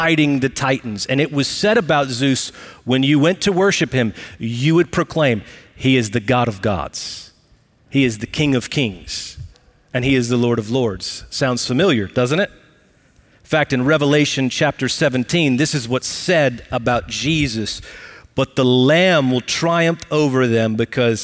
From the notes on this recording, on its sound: Recorded live at Brookwood Church on 08 .27.2023.